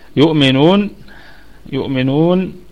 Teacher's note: وطبعا النون غنة النون ستكون في الدرجة الرابعة وقفا، الناس تكون ساكنة، وهي في أقل درجات الغنة في الدرجة الخامسة وصلا، لأنها ستكون متحركة بالفتح. يؤمنون يؤمنون الكلمة كلها مرققة، والميم في الدرجة الخامسة في أقل درجات الغنة